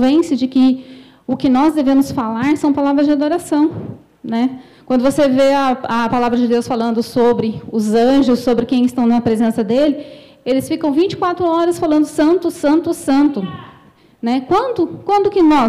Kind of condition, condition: setting, large echoing room